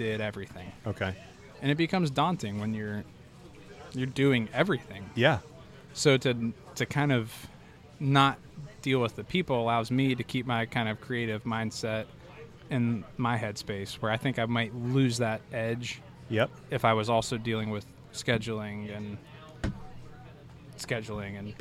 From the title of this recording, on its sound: Live From The Primo BBQ Bash